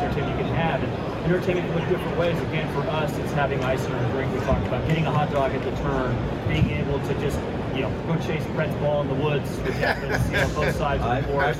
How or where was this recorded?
busy venue